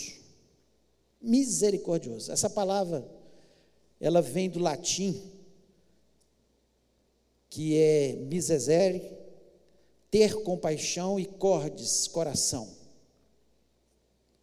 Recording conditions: large echoing room